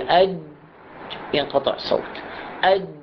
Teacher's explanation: الجيم فيها صوت ألف، يعني فيها ارتعاش الأوتار الصوتية